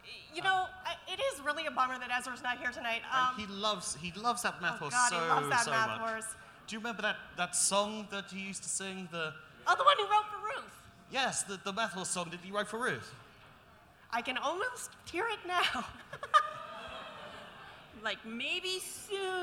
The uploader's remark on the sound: (GeeklyCon 2017 Liveshow). This episode was recorded live on stage at the Old Rock House in St Louis during the GeeklyCon 2017 Liveshow.